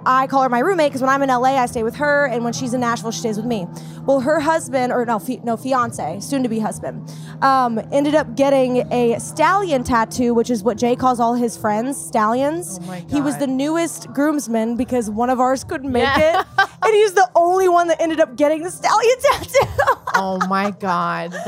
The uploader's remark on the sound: at Tortuga Music Festival